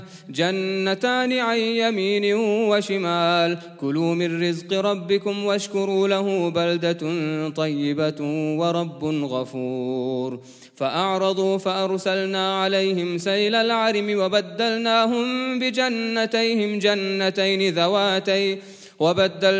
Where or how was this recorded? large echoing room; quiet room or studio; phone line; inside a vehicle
large echoing room